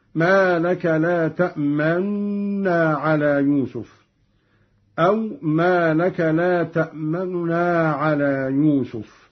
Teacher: الإشمام مع الإشارة بالشفتين أو الإخفاء هكذا: ما لك لا تأمنا على يوسف، أو ما لك لا تأمنا على يوسف.